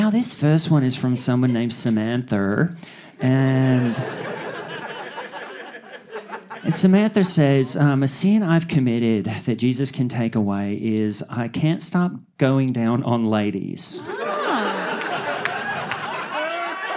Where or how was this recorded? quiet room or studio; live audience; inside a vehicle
live audience